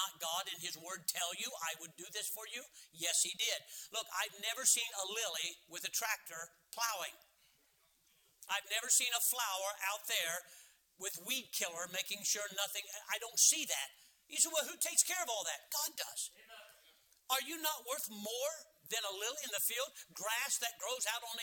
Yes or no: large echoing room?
yes